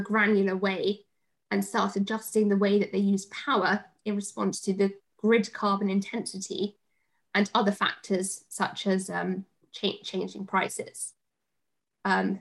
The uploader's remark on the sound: In our live Q&amp;A we answer the audience's questions on the topic. Live Webinar. In our live Q&A we answer the audience's questions on the topic.